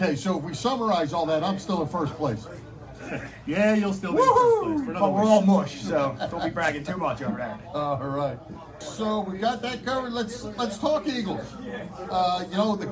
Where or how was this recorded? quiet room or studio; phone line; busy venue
busy venue